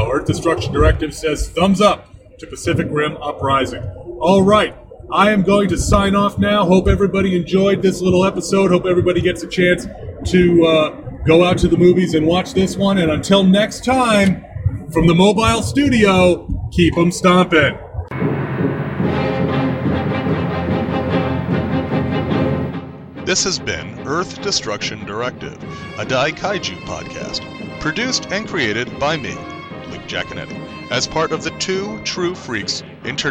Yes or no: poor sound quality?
yes